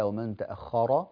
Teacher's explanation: الراء مفتوحة فالراء مفخمة وفتحتها مفخمة